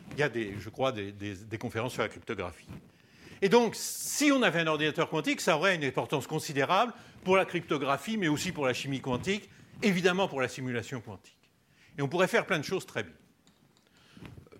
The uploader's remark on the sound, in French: Conférence enregistrée lors de la 5e édition de la Nuit de l'ENS